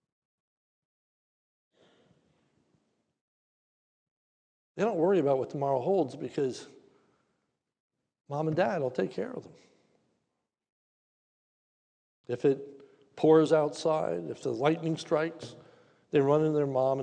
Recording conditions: large echoing room